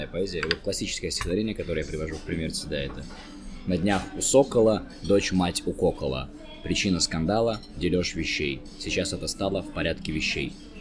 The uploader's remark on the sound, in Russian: Записать интервью в студии не получилось, поэтому звук оставляет желать лучшего. Соряяяян за шумы во время записи!